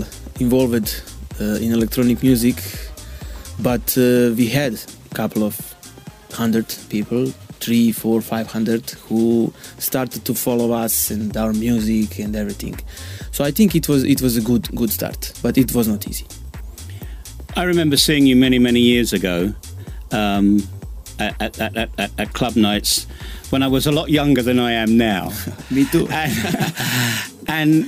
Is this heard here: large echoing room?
no